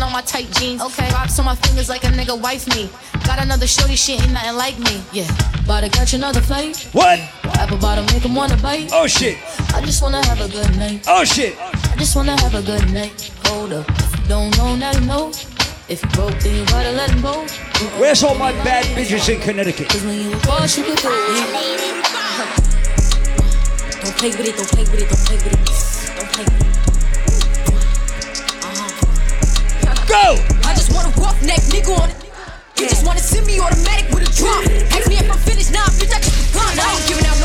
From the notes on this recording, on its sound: Live audio recording of my segment at Rum Punch Thursdays in Hartford, CT on March 23rd